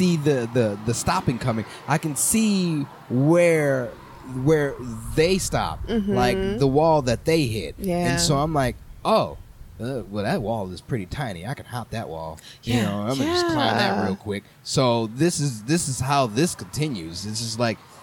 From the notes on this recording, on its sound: sitting outside Rudyards on a beautiful day